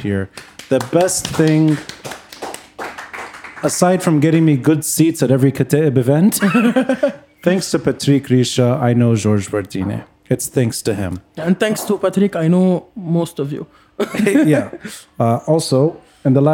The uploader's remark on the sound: taped live at Aaliya's Books